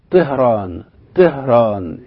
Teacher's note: يعني الطاء تكاد تصل في النطق إلى حرف التاء